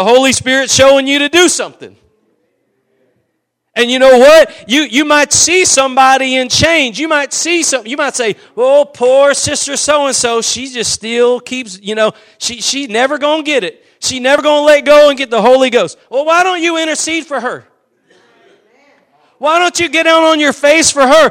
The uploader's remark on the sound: Preached at Gospel Lighthouse in Bossier City, La.